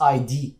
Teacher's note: has a stress on the D